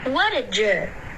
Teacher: OK, jerk,结尾的科没发，如果你想要省略科的音，你要导致一个干脆的停顿